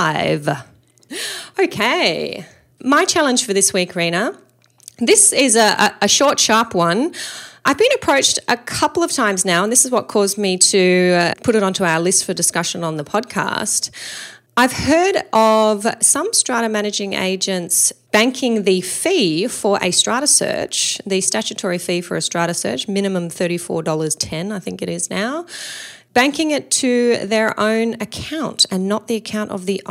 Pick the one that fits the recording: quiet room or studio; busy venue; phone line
quiet room or studio